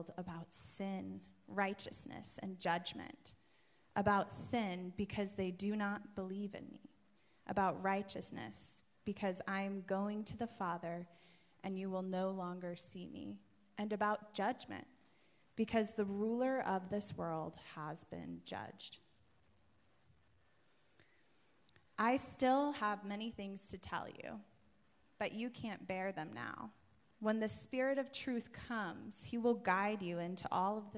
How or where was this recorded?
live audience